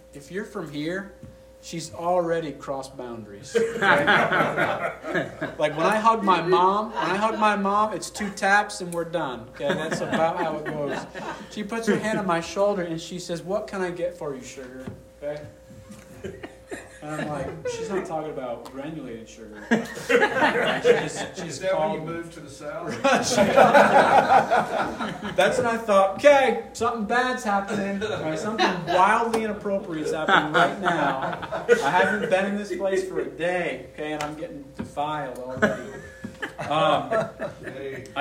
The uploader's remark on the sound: Session Three| Expository Preaching Conference